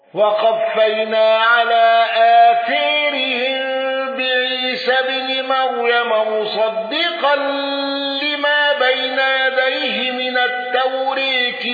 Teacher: أبو عمرو بإمالة آثارهم وإمالة التوراة